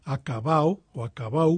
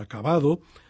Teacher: casos de vulgarismos, como por ejemplo la pronunciación de acabao o acabau por acabado · Shown in: first take